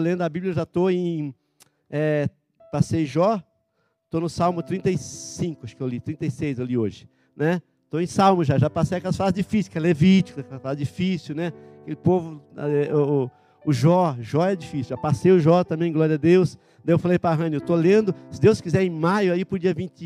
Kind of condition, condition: setting, large echoing room